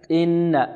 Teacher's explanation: لكن هنا الهمزة لمجاورتها للنون التي هي فيها صوت أو يصحبها صوت من الخيشوم، وهو الجزء المكمل، بارك الله فيكم، فهنا تتأثر الهمزة بالنون. إذن الصحيح أن ننطق بالهمزة من أقصى الحلق دون أن نشربها شيئا من الغنة